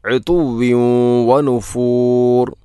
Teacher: തൻവീനു ശേഷം വ എന്ന അക്ഷരം വന്നാൽ ഇദ്ഗാം നാഖിസാണ്